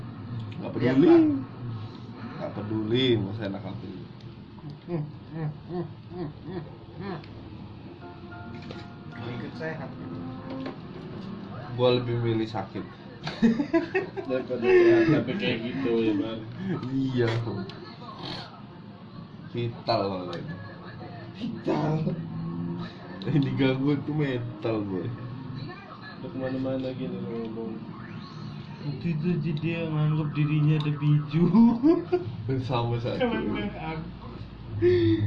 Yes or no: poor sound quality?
yes